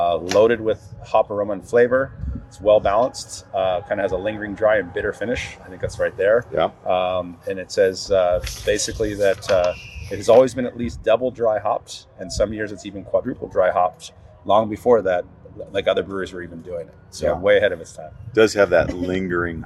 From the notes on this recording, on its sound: an impromptu recording while waiting for Pliny the Younger to be released at Carlsbad Brewing Company